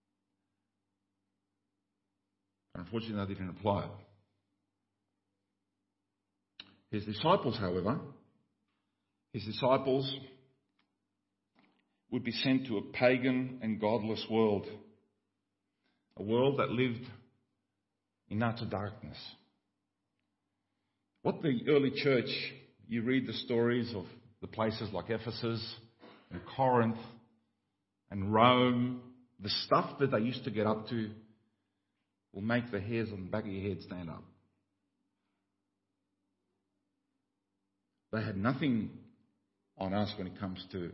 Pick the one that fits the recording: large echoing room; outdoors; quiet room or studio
large echoing room